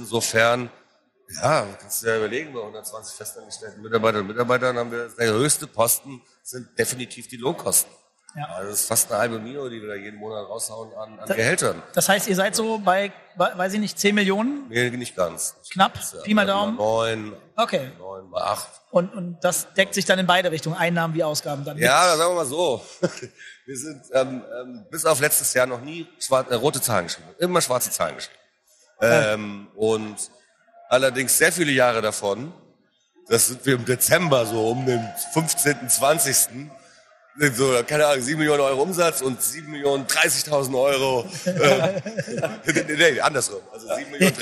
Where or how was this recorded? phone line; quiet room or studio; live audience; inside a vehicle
live audience